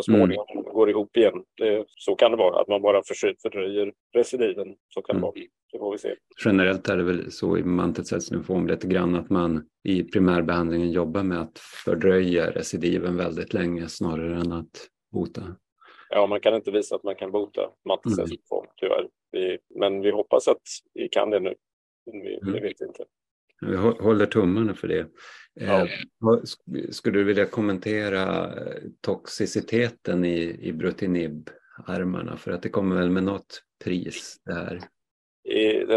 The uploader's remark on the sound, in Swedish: Ljudinspelningen från SOF:s webbinarium om maligna lymfom.